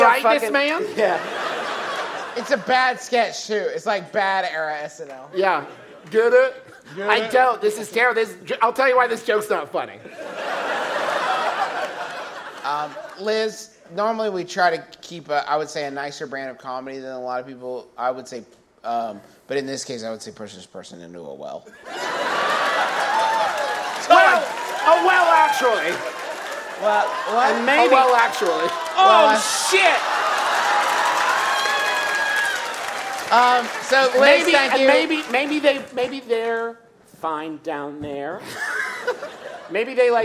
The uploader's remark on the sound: Remembering How to Do Live Shows in Portland. Listen in to our nearly two-hour-long live show in beautiful Portland, Ore., which we performed after not doing a live show for over six months. It was also our first live show using lavalier mics, which led to a lot of what we in the comedy industry like to call "working the room."